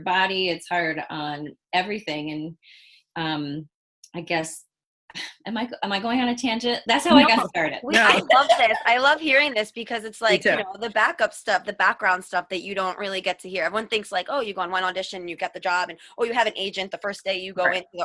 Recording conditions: video call